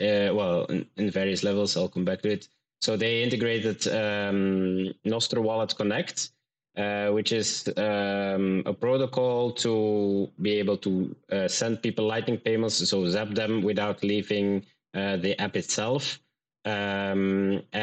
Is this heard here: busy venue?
no